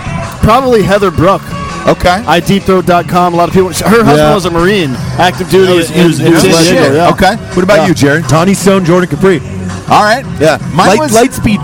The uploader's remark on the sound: It also helps that we did it live from a Las Vegas bar in the middle of the afternoon.